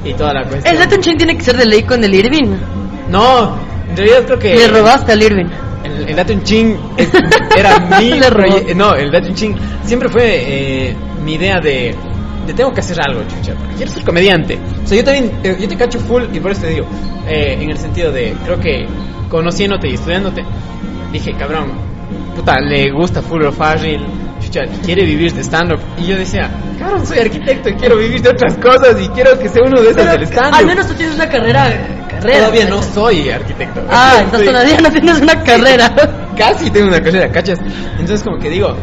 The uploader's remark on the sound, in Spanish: El capitulo se grabó en Django x eso un poquito de ruido.